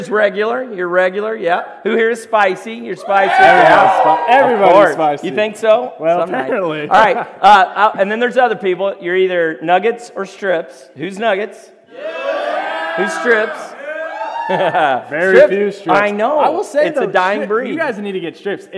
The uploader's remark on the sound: LIVE RECORDING!!! The live recording from a youth event.